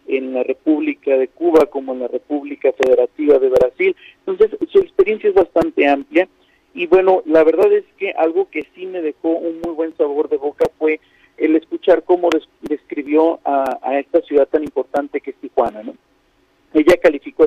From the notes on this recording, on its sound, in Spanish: Esta mañana en #Noticias7AM entrevistamos vía telefónica